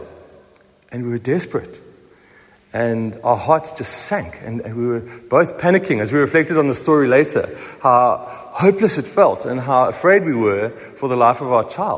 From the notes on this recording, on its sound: Recorded at the 7am service on Easter Morning, Sunday 9th April 2023